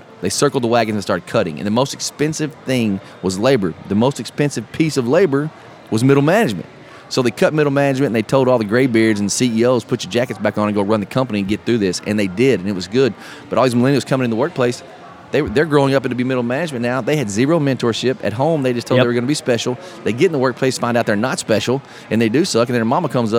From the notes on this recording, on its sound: Live At Podfest 2017 Day 2